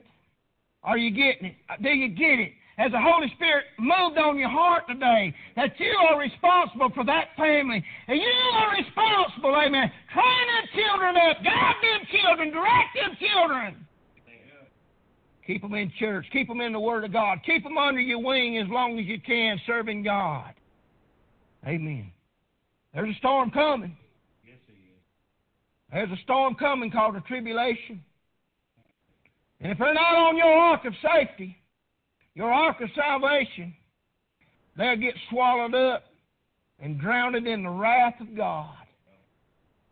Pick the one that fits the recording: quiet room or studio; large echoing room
large echoing room